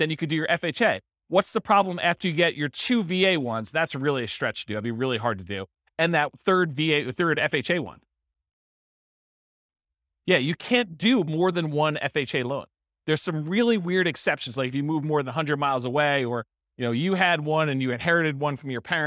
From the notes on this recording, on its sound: This was a live class recorded